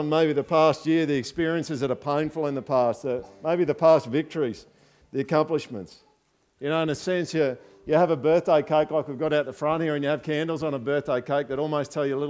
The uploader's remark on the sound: This is the recording (minus the songs) of the Project's thanksgiving service